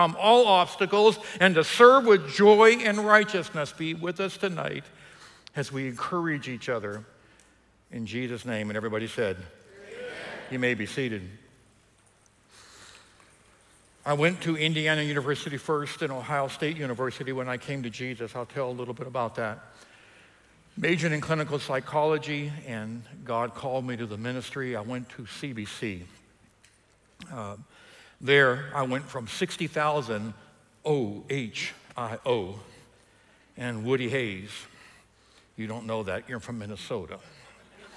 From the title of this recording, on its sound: EQUIP Conference 2021 — Main Session 2